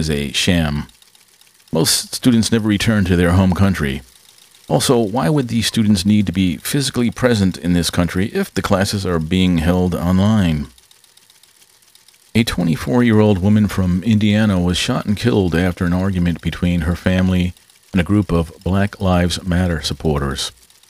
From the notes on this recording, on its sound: Excuse the background noise. A lot was going on during the recording.